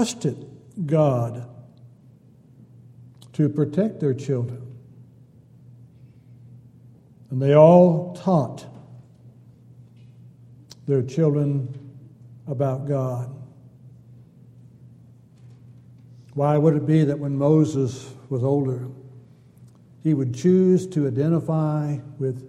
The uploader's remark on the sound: Downtown Church Of Christ Audio Sermon